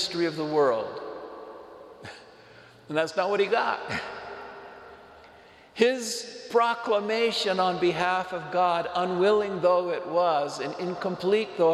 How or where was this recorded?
large echoing room